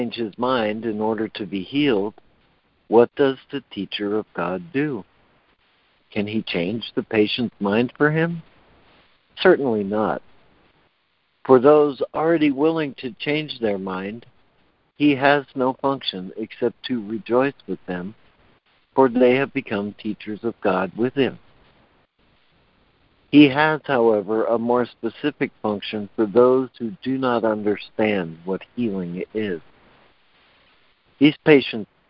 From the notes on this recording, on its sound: ACIM Daily Conference Call.